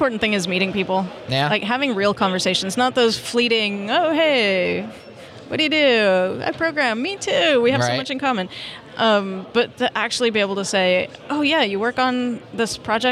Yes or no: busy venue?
yes